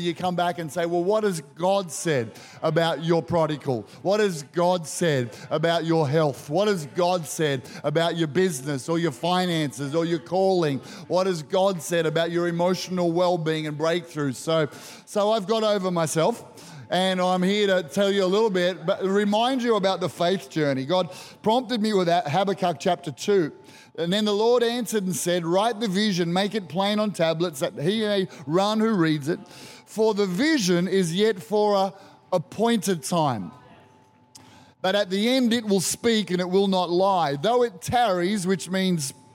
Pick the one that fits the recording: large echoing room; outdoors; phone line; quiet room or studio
large echoing room